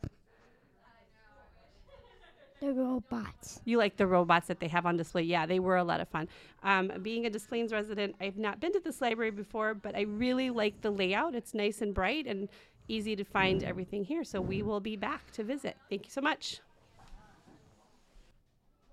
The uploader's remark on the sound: This episode was recorded at Maker Fest on February 25, 2023.